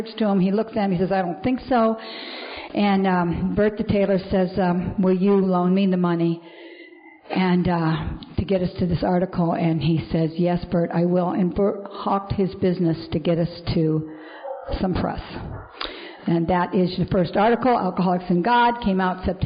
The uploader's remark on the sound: is speaking at the Second Liberty Bell Roundup